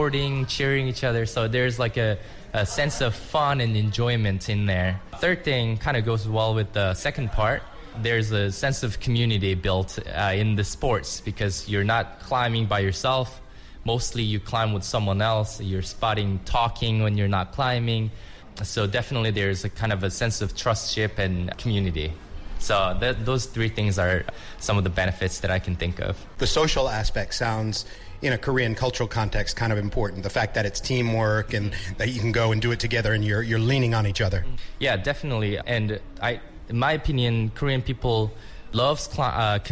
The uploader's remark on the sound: (Recorded at THE JA's). People training at the gym.